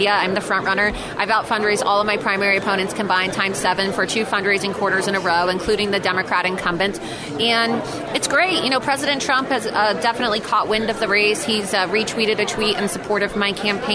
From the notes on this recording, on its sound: joins us live from CPAC